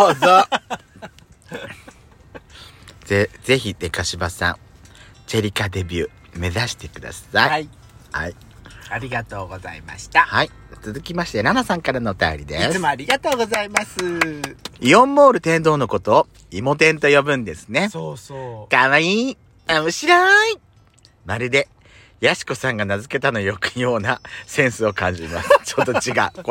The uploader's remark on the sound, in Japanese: パーキング収録